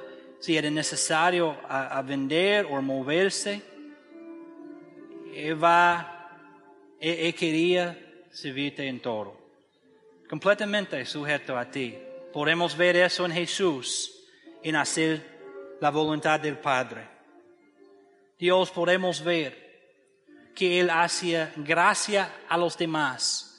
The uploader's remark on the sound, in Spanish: Desde el auditorio de la Iglesia Bautista Evangélica de Macoris (IBEM) San Pedro de Macoris, República Dominicana.